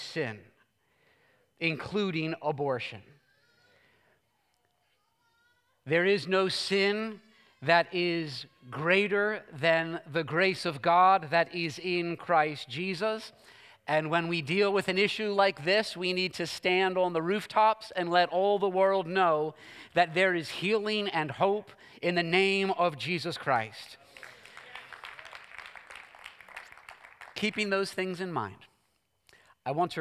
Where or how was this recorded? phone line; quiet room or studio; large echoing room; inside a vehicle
large echoing room